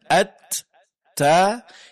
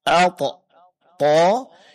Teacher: Dan huruf ta pangkal lidah tetap pada posisinya dan bunyi suaranya tipis. · Shown in: first take